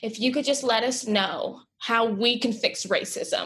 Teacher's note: They're doing the vocal fry.